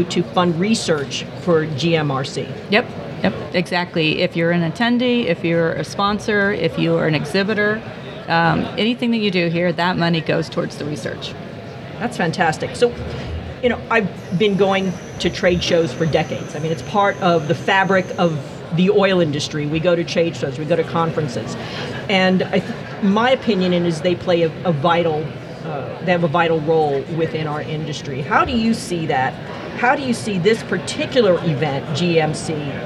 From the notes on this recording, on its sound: at the Gas Machinery Conference